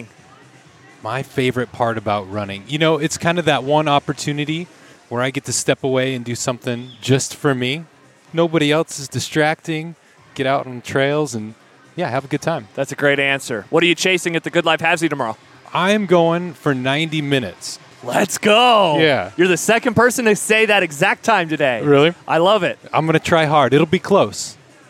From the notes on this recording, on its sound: Live from the Good Life Halfsy expo! Welcome close to two dozen runners to his booth.